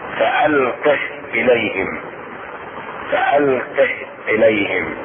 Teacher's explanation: هاء الضمير الساكنة والتي يكون قبلها متحركا ولا يمد بالمد بتاتا حتى ولو في الوصل. فألقه إليهم فألقه إليهم فيسكن.